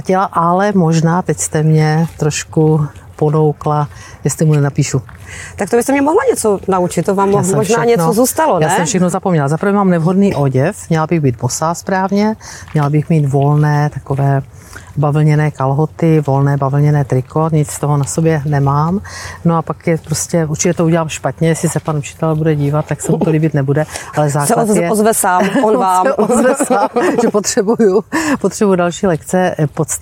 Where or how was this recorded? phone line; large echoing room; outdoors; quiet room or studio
outdoors